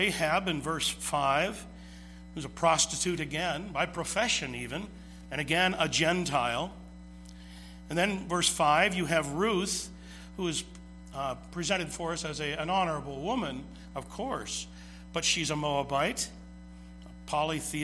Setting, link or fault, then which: setting, large echoing room